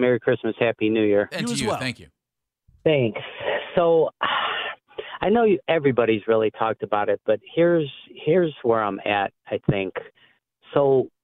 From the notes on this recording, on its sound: it's to the phones to see what the fans think